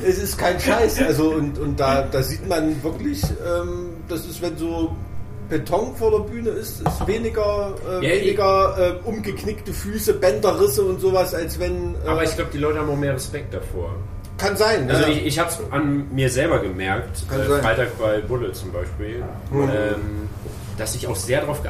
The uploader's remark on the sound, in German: Sie haben sich live auf einer Veranstaltung - dieses Mal dem Full Force Festival, getroffen.